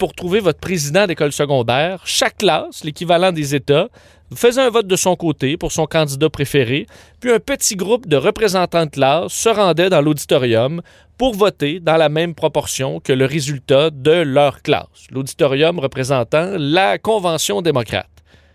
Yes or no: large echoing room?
no